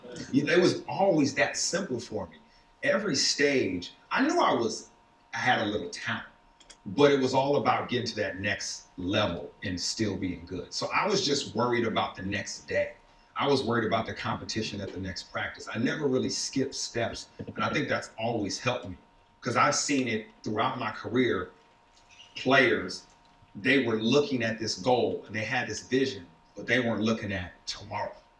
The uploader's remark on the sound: The Mac Theatre, Belfast for our biggest ever event. SORRY FOR THE AUDIO QUALITY.